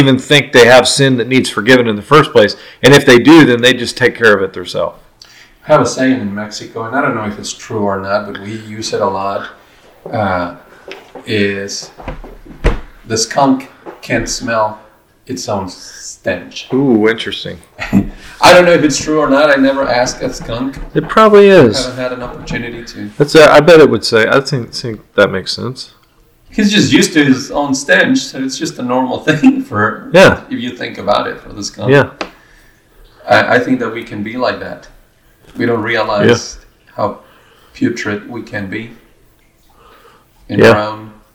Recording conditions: poor sound quality